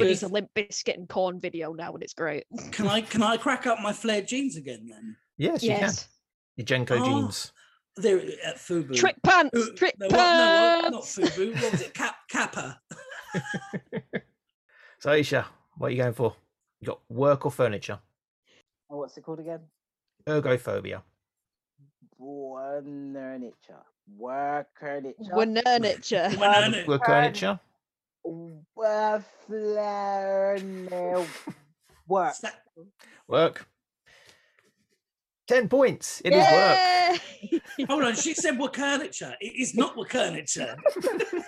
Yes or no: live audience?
no